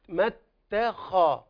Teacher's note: فخم الخاء، هذه الخاء مفتوحة فمرتبتها في التفخيم مرتبة ثانية يعني قوية